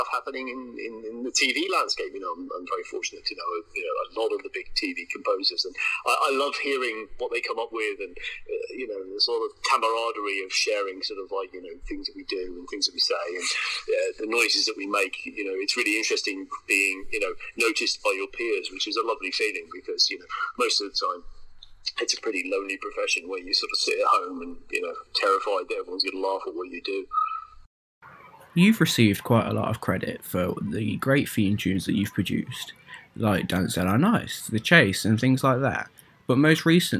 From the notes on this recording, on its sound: via phone call